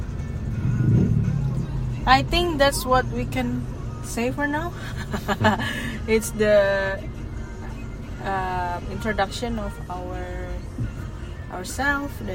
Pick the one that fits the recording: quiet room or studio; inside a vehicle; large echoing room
inside a vehicle